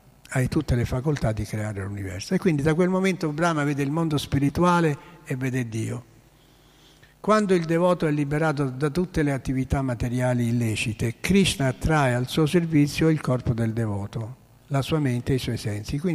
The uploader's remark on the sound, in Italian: "Lezione del sabato mattina sugli insegnamenti della Sri Caitanya Caritamrita" in diretta dal Tempio di Villa Vrindavana.